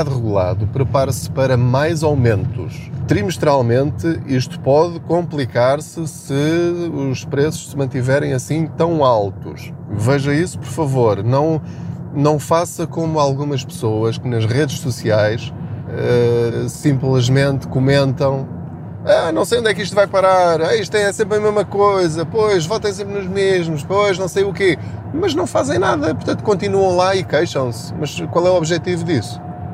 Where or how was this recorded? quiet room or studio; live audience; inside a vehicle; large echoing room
inside a vehicle